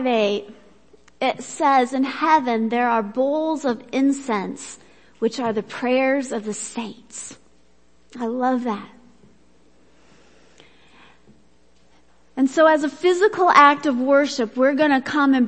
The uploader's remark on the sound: Worship Service - Audio